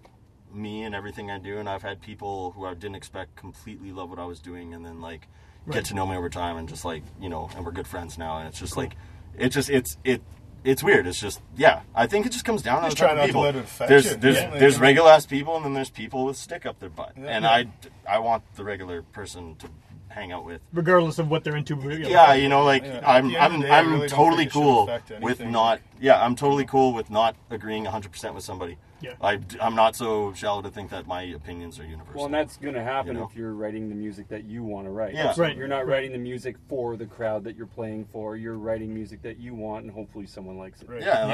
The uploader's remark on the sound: At a rehearsal with fellow made-in-Manitoba country singer. Because there were other people rehearsing in the same building, to get some quiet, we decided to record in the back of a van.